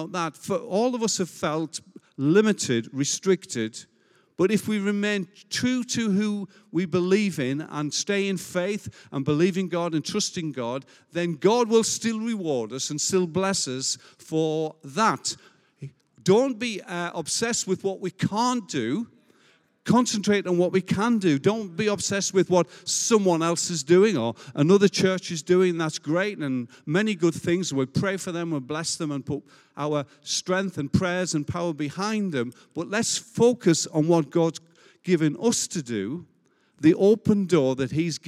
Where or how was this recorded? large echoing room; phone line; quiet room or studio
large echoing room